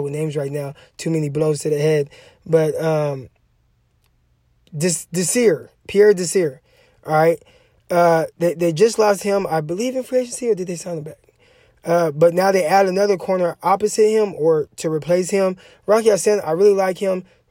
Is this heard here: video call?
no